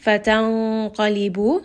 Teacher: So this ikhfa will be heavy, and the letter qaf will be heavy as well because it is permanently heavy. So the heaviness of the qaf is going to make that noon sakin heavy as well